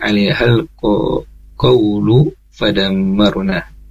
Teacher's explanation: Jadi pendek di sana lamnya, karena di sana tidak ada mad di sana